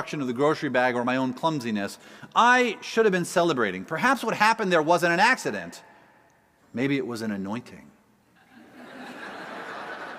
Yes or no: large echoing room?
yes